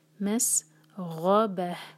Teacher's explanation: سین پر whistling sound clear آئے مس غبہ غین heavy با light اور آخر میں ہا کا ساؤنڈ کلیئر مس غبہ.